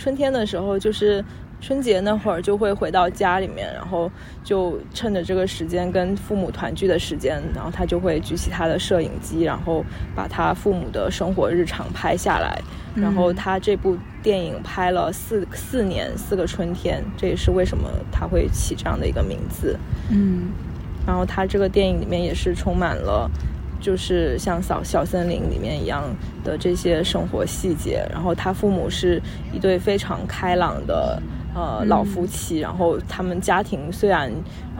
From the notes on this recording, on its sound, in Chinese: 这是一期接地气的播客（字面意思），我们来到郊野公园席地而坐录制这期博客。在露营帐篷的包围圈里聊露营。